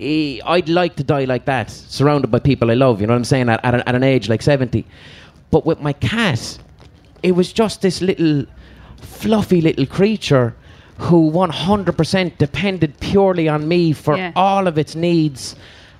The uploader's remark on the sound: Live from Electric Picnic 2019